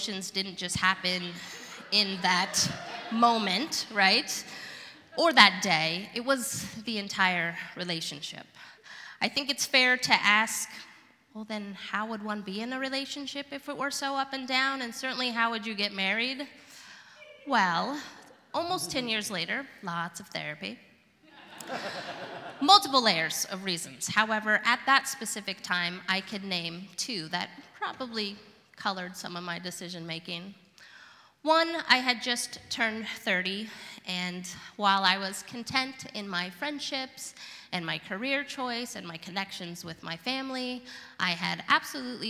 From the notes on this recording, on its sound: Live at The Old Church Concert Hall in Portland, OR Portland Story Theater.